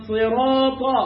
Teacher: عندي حرفين مفخمين الصاد والطاء